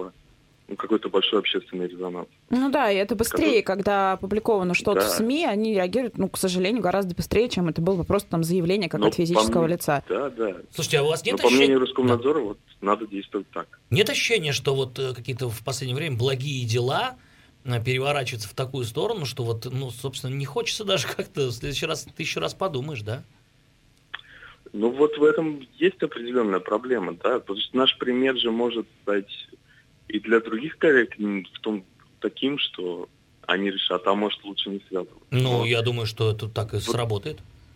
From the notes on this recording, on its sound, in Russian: По телефону